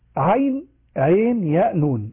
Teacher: 6 حركات إلا حرف العين، فإن فيه وجهين يجوز التوسط بمقدار 4 ويجوز يمد على أنه مد لازم يمد بمقدار 6